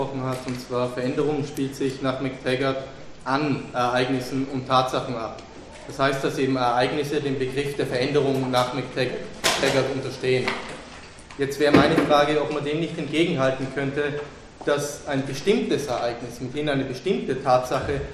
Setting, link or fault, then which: setting, large echoing room